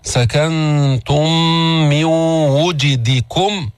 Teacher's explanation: من ميم وميم أدغمتا فصارت ميما واحدة مشددة · Term: إدغام المتماثلين